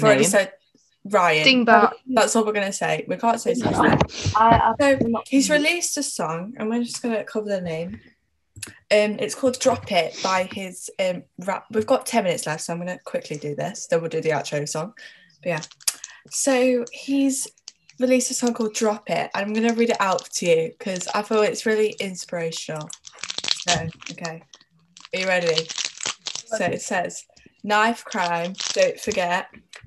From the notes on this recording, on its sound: ignore the quality of the audio, we are still new still this and don't have the best mics